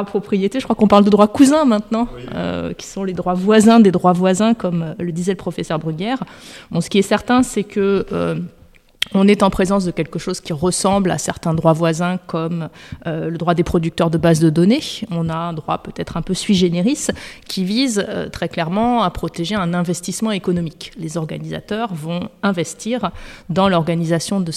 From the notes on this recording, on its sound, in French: Cet épisode a été enregistré en marge de la conférence « Les défis du sport face à la propriété intellectuelle », organisée par l'Association des Masters du CEIPI (AM CEIPI) et la Commission ouverte de droit de la propriété intellectuelle (COMPI) de l'Ordre des avocats du Barreau de Paris.